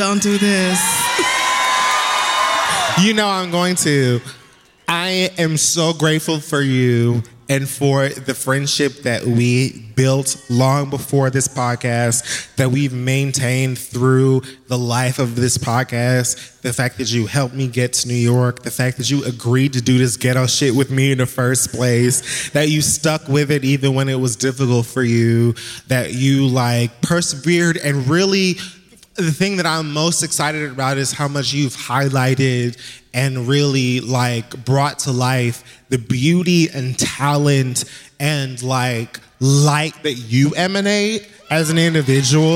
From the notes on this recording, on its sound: 10 Year Anniversary Live Show. Live Show from The Beacon Theatre NYC.